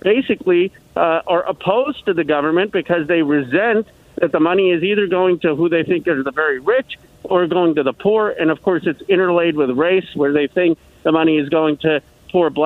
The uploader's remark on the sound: answers listener phone calls in a progressive town hall